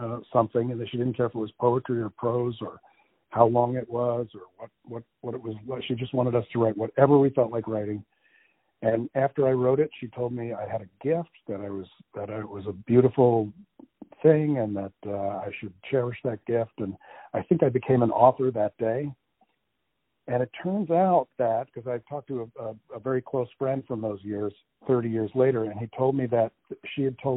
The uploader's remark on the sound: On the phone